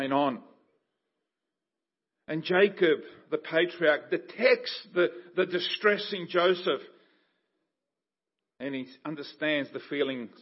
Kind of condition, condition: setting, large echoing room